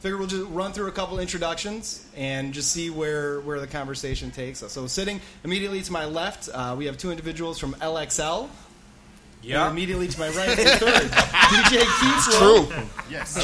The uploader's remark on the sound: The TDL 2nd Anniversary Show LIVE from PJs Lager House